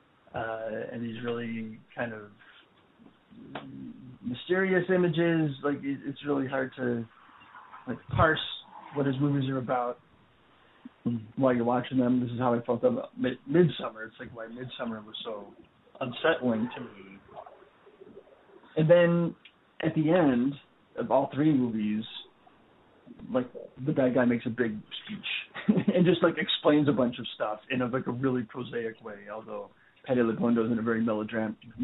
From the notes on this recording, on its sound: A special phonesode!